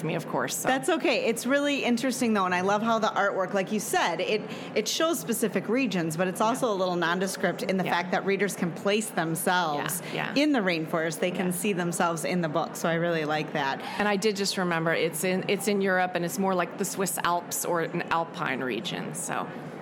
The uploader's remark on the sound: Live from the 25 ALA Interview